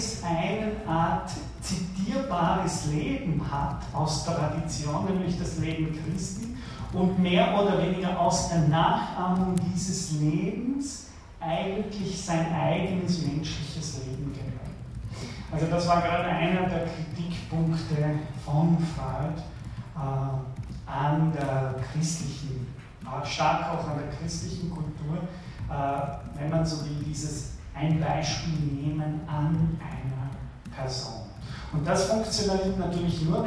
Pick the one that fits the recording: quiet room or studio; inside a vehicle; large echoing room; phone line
large echoing room